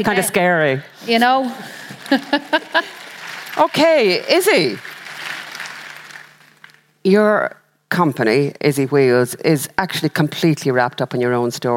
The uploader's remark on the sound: This episode was recorded live from The Convention Centre in Dublin, as part of Accenture’s International Women’s Day Celebrations.